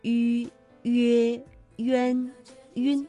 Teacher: 来源，于是呢，他就请人把这第16根竹子取下来，然后呢，把它做成了一管笛子。因为这根笛子是在柯亭这个地方制成的，所以呢，这管笛子就被命名为柯亭笛。然后我们这个地方也有了一个别称，就叫笛里。在水乡四镇里面说，高高的粉墙，静静的河水，白墙黑瓦，疏疏的垂柳，通通清晰地重复在倒影里，现实世界与倒影世界组成了一幅完整的画面。悠扬的笛声伴着清澈的河水，仿佛在诉说着千百年来古镇柯桥中发生的传奇故事。吴冠中的水乡四镇呢，它指的是柯桥、乌镇、陆直和朱家角。那今天呢，我们一起学习了迂和迂开头的韵母。那常见到的有迂、约、渊、晕，它的发音特点呢，就是我们口腔啊要近似闭拢，那舌的前部要抬高，气流从口腔呼出